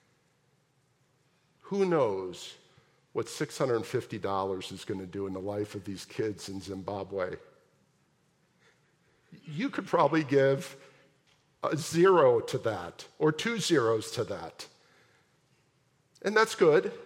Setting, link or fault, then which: setting, large echoing room